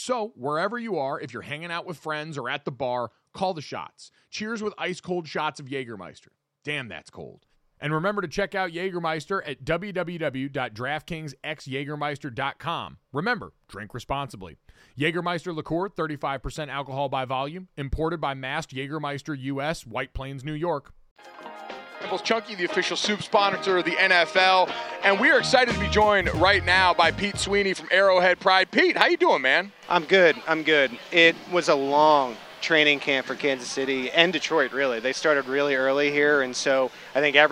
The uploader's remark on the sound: LIVE FROM KANSAS CITY: Arrowhead smells good. LIVE from Arrowhead Stadium in Kansas City.